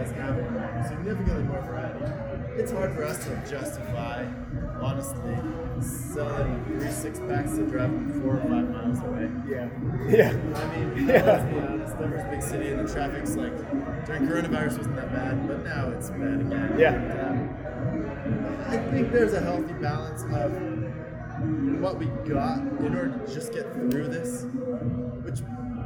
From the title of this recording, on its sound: On Location at Denver Beer Company